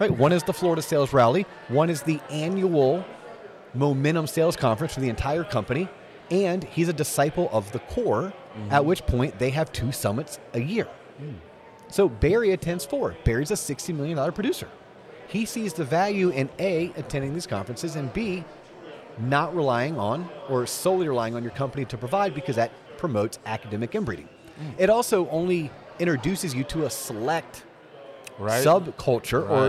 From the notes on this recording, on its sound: On location from the Mortgage Bankers Association of Florida’s annual convention